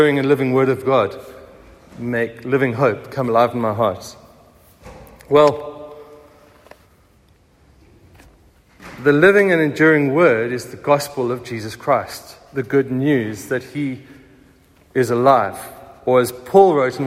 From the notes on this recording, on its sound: Recorded at the 9:30am service on Sunday 16th April 2023